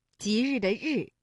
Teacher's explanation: 日呢是舌尖后音擦音，发音的情况其实和诗是非常相近的，只是摩擦比诗要弱，同时声带颤动，气流带音